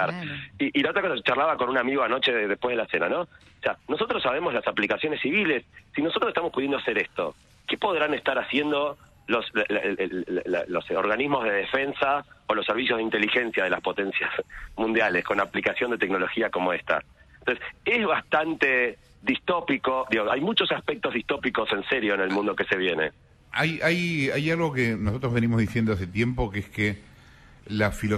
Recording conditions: phone line